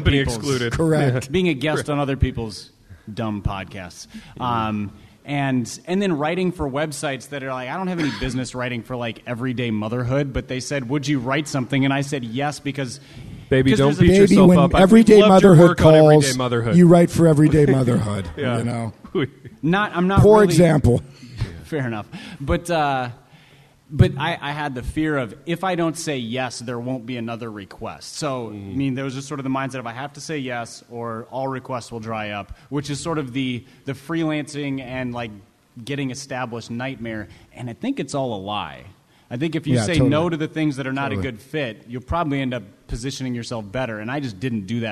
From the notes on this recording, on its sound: INDY LIVE. LIVE IN INDIANAPOLIS.